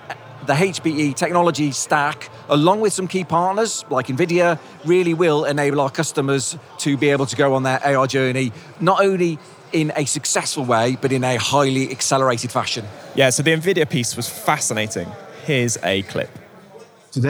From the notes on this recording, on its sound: We’re coming to you very nearly live from the floor of Hewlett Packard Enterprise's Discover event in Barcelona.